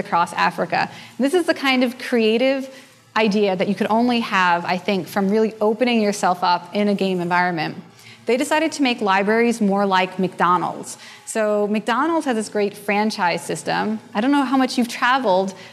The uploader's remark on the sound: a presentation recorded during the 2011 Buddhist Geeks Conference